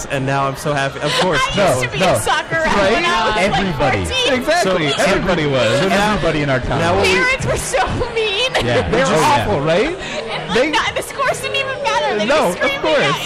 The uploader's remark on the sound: We are live from the K&A Finale party!